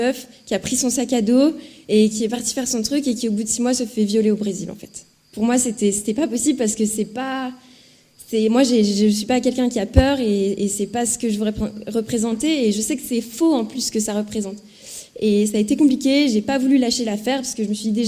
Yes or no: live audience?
yes